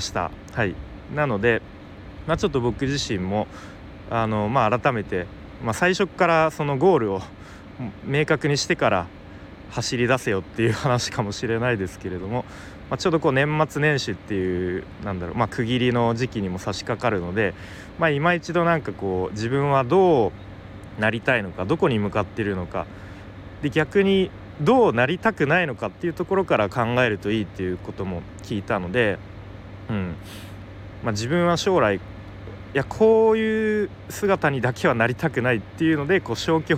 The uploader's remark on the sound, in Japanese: 外で収録したので音が悪いかもしれません